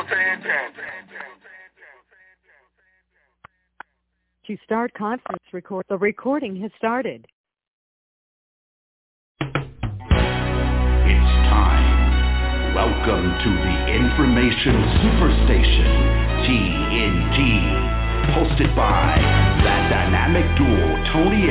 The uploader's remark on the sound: TNTSuperfantastic Conference Call